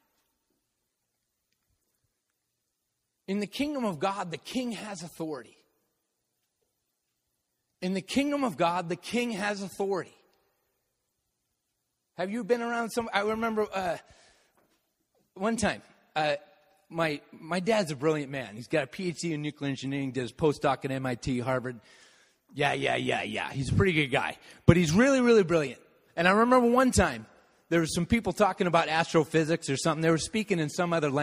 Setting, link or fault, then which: setting, large echoing room